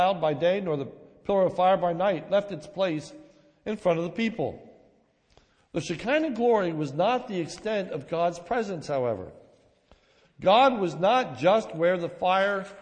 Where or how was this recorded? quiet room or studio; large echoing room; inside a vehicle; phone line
large echoing room